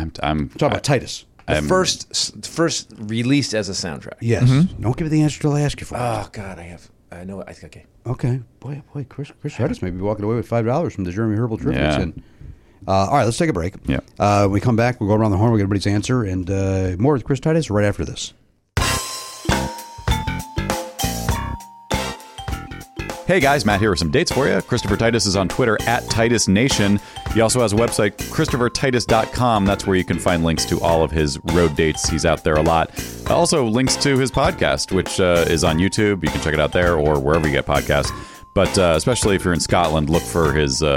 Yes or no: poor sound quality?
no